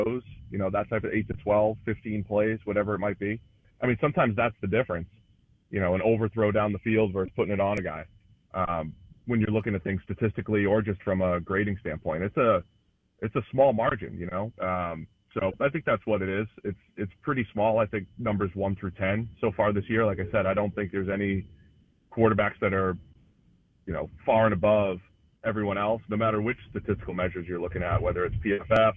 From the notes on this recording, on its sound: On the Farm Bureau guest line. Live in the BankPlus Studio.